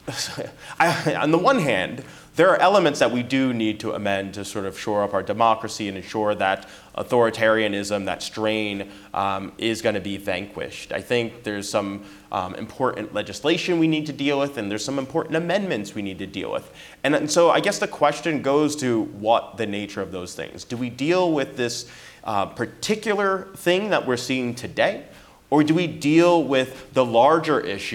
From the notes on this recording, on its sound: Constitution Day Celebration. Live audience Q&A.